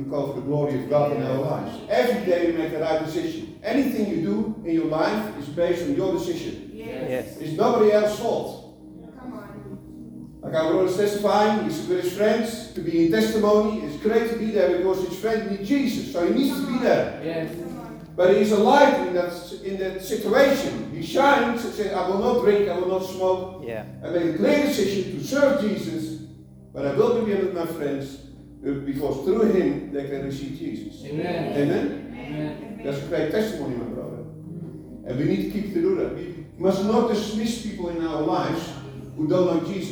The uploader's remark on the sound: Apologies for the poor quality recording